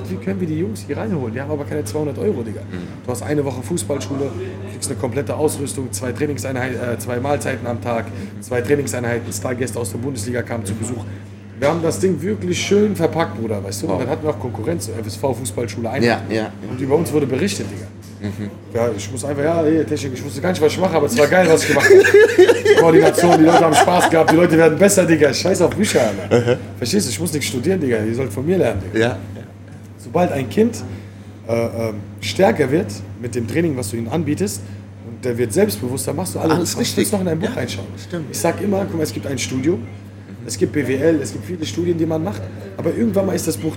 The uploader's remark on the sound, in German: diese Folge wurde direkt vom Kiosk am Hafen aufgenommen, genauer gesagt vom Hafenplatz 1-3.